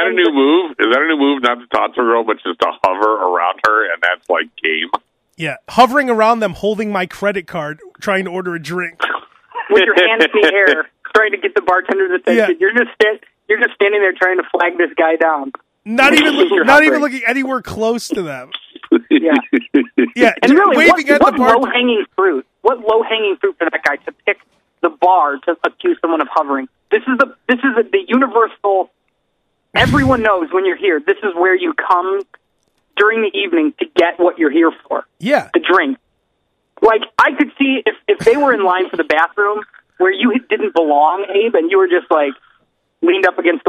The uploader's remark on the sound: Guy from dealership calls. Live during podcast.